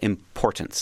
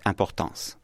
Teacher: But a word that's borrowed from French, like importance, for example, in English, you understand it with that strong second syllable · Shown in: first take